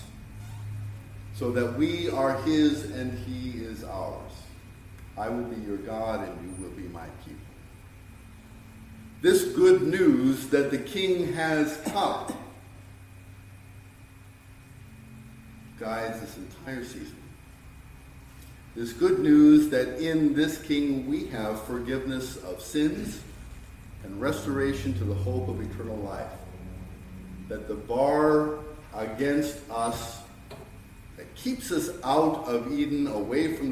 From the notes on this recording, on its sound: Sermon preached on 12-24-2023